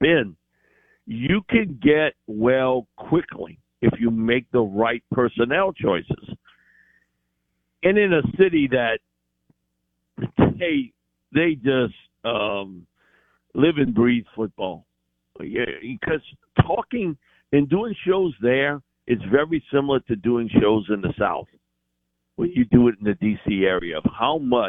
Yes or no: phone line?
yes